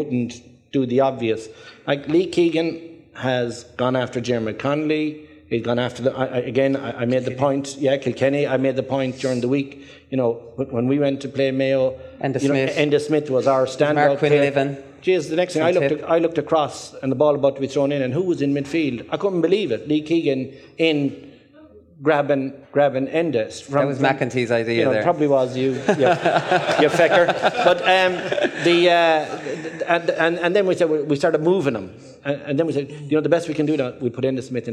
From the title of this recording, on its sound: live from Westport